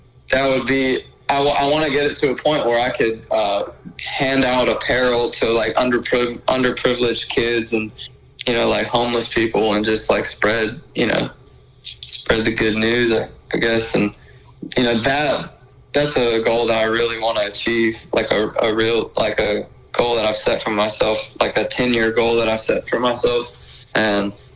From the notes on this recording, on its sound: over the phone